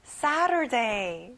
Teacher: 앞에 세 강세를 두고요. T 발음은 안 나요.